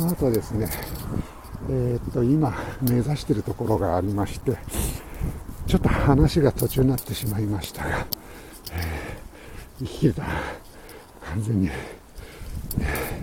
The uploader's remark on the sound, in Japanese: tokyo walk&eat radio LIVE 等々力渓谷さんぽ